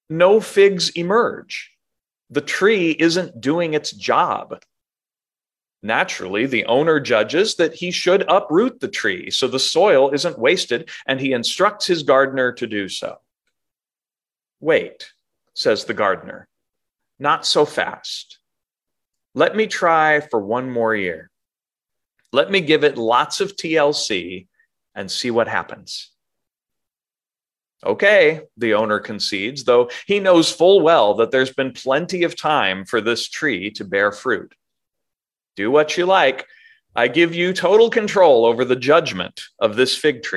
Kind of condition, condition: setting, large echoing room